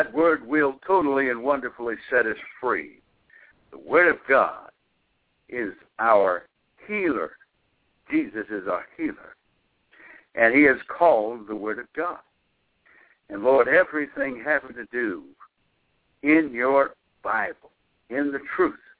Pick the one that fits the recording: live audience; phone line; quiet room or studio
phone line